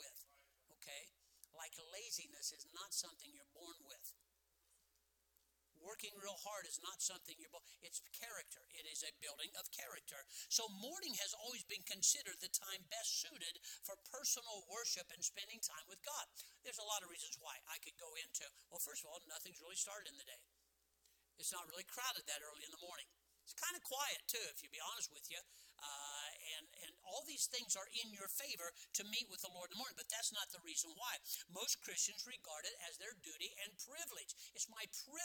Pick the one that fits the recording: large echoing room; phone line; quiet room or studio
large echoing room